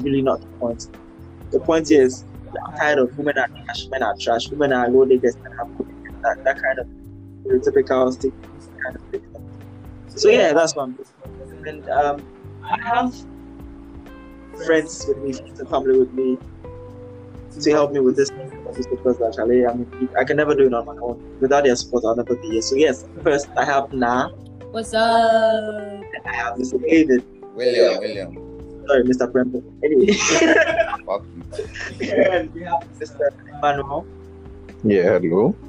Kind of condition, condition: fault, background noise